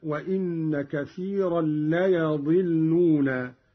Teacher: قرأ قالون بفتح الياء